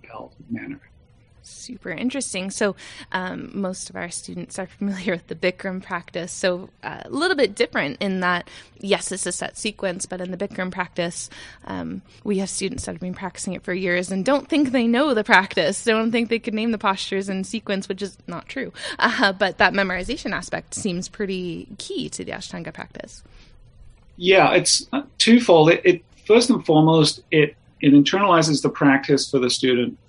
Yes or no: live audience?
no